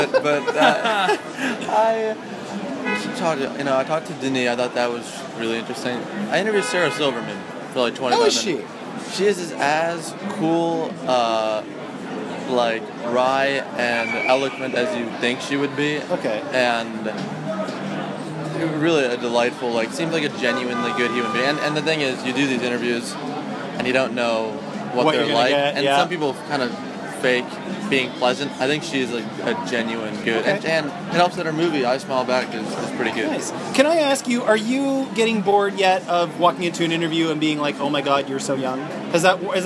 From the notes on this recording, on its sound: I’ve wanted to record some of what goes down at our pub nights here in Toronto. While I couldn’t possibly capture the boisterousness, animation, and pure volume that takes place at those tables, I think this captures the spirit of what goes on…moving about the room, talking to different people, and overall just catching up.